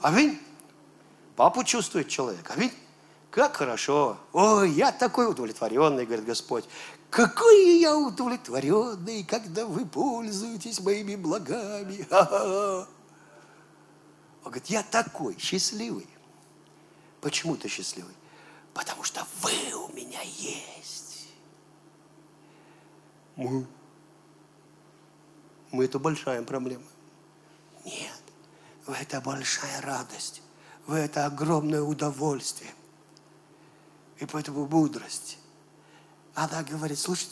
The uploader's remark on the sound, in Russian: Запись с утреннего служения, ежегодной молодёжной конференции "Открытое Небо 2022.